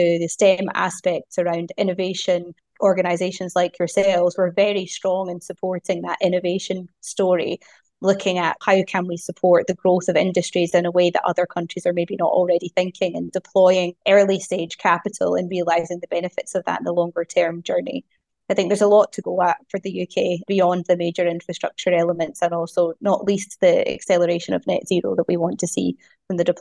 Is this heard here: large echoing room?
no